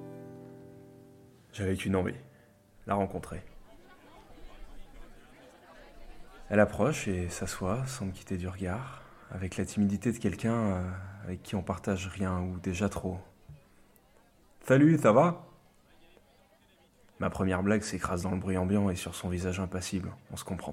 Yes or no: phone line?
no